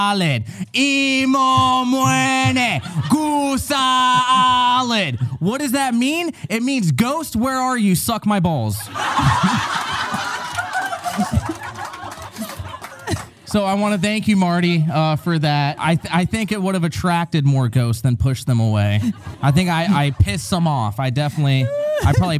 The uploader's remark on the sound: LIVE at Haunted Farrar Schoolhouse